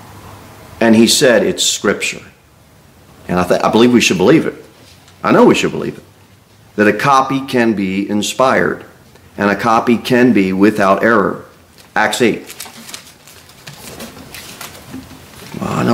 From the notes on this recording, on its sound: Sermon delivered at Pilgrim Baptist Church on Sunday, February 11, 2024, at 2-15 pm.